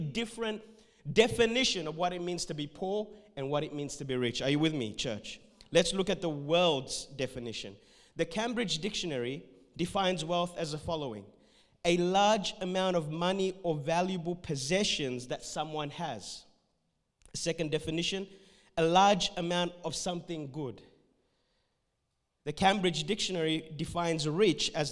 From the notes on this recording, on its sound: This message was recorded at Revive Church on the 21st of March 2021